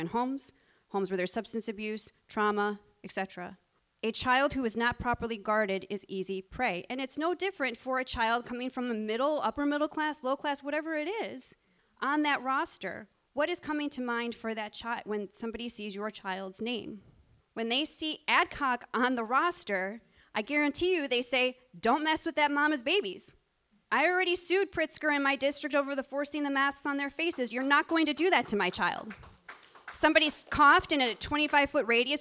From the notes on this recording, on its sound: The lecture she presented was for the Foundations of Faith and Family Conference, hosted by the Spirit of Liberty Church in Markham, Illinois